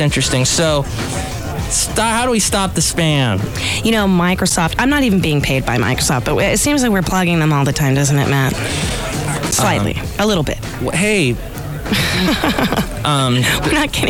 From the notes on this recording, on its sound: podcasts live from Café Anyway